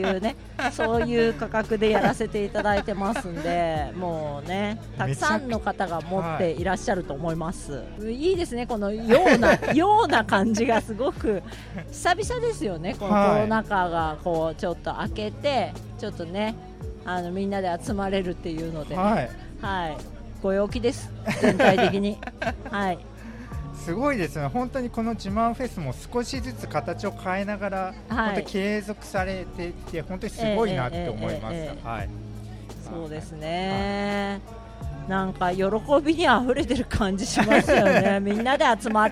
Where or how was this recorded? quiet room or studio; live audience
live audience